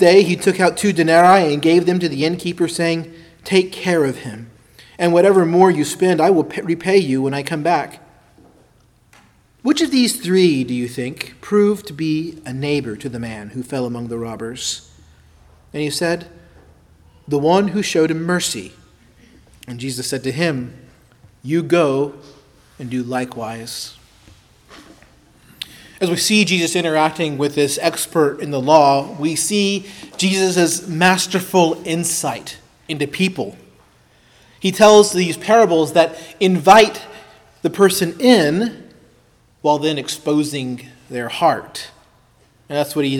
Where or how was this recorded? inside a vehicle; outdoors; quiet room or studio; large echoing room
large echoing room